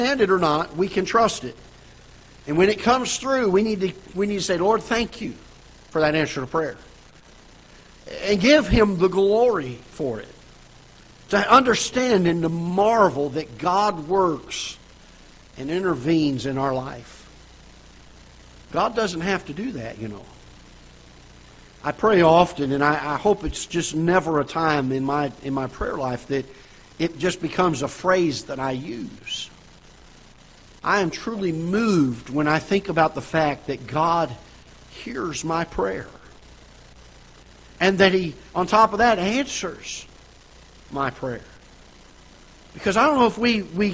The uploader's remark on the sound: Ketha Heights Baptist Church ~ Live Broadcast